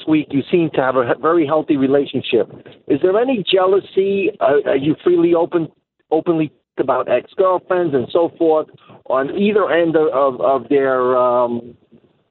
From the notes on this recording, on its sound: opens the phones to his lovely bunch of listeners